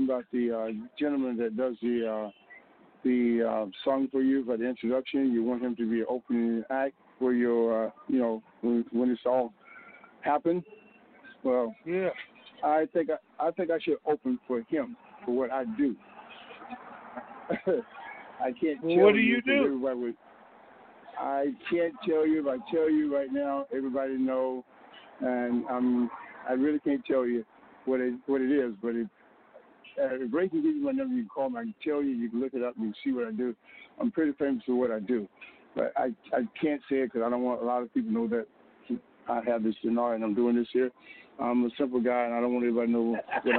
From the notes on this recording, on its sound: Conference Call